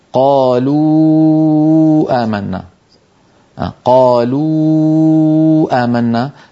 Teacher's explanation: الشفتان تنضمان وأقصى اللسان يرتفع عند نطق الواو، والوتران الصوتيان في الحنجرة يهتزان ويرتجفان